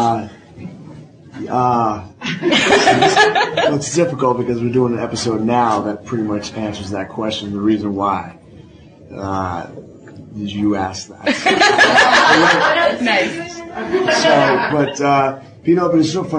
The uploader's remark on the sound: From New York Comic Con in 2009 , I attended a press conference